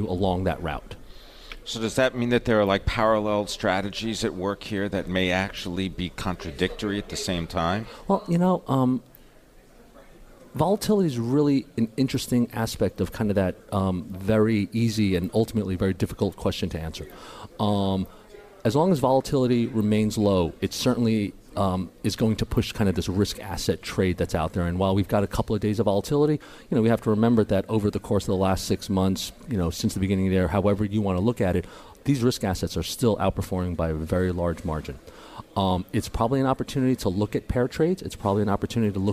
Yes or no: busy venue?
yes